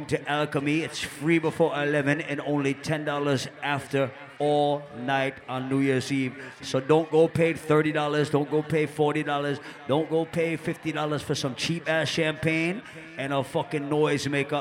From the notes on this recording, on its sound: LIVE AUDIO! LIVE AT ISLAND SATURDAYS ON 10.26.19.